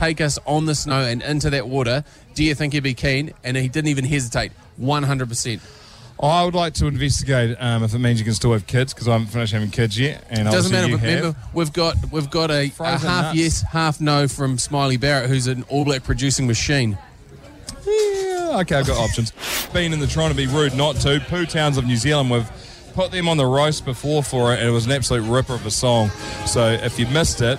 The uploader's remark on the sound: On the show today we are at House On Hood in the fair Waikato city of Hamilton, as the city warms up form the HSBC NZ 7s.